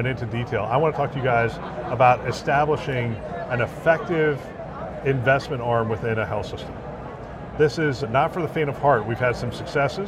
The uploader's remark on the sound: Interview in Action live from ViVe 2023